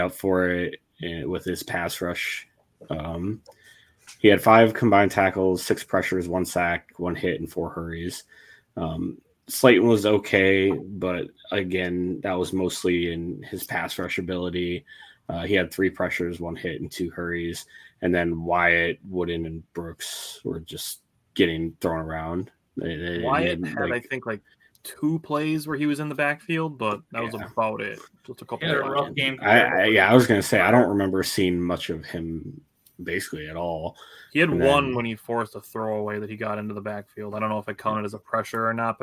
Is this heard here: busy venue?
no